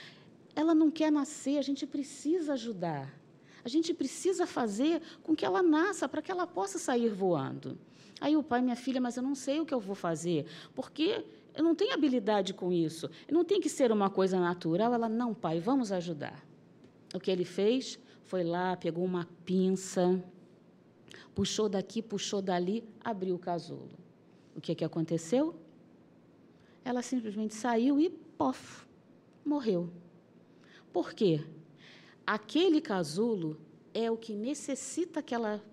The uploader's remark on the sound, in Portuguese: Palestra ao Vivo